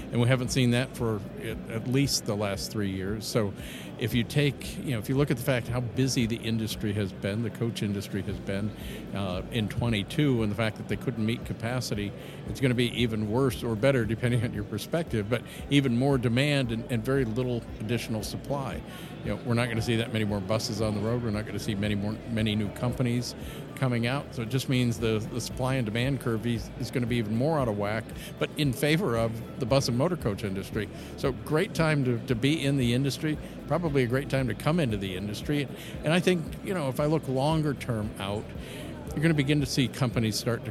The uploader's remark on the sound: in Detroit, Michigan at the ABA Marketplace and Busworld North America were taking place at the Huntington Place Convention Center